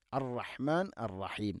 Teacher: റാഇനെ തക്രീർ എന്ന ആസിഫത്ത് കൂടുതലായി പോവാതെ ശ്രദ്ധിക്കണം. അർ റഹ്മാനുർ റഹീം എന്നല്ല, ഹുവർ റഹ്മാനുർ റഹീം ഇങ്ങനെ ഉച്ചരിക്കണം.